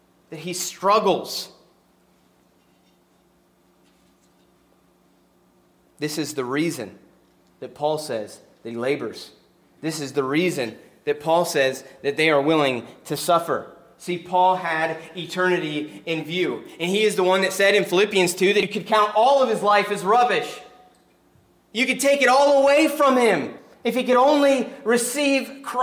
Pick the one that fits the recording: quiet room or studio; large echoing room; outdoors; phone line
large echoing room